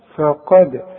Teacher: ورجع لي شفايفك على هيئة ابتسامة عشان الف، وبعدين القاف مفخمة، فقد. الدال بقى اوعى تطلع منك ضال، احسن تقول لي فقد، فقد ضل، لا لا يا سيدي، دي دال، فقد.